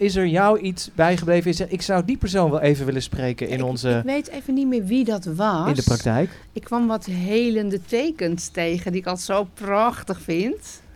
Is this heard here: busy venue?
yes